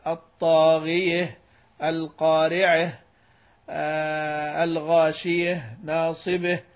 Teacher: إمالة هاء التأنيث وما قبلها في الوقف